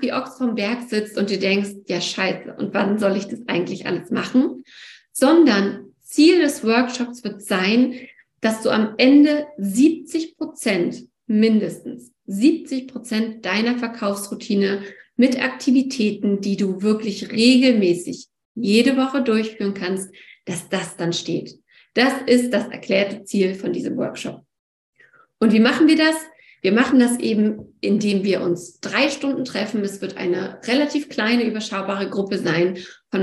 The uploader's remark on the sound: Wo: Online via Zoom.